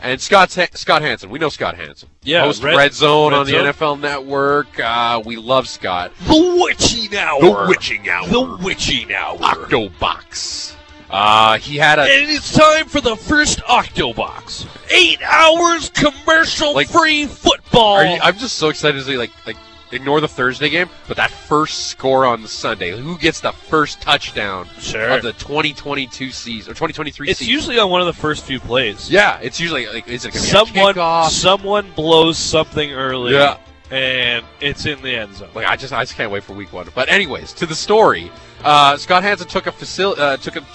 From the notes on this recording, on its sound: The guys are live on location at Red Deer Golf Club.